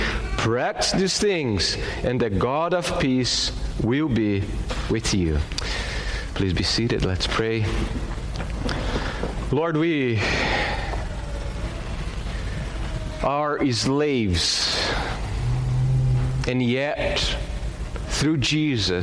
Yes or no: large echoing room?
yes